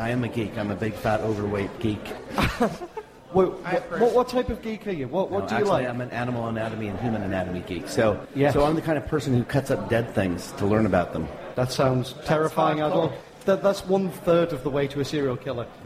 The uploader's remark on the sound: Animex 2012 saw our very first live recording of The Geek Show. This download version saw us interview some amazing people live on the show.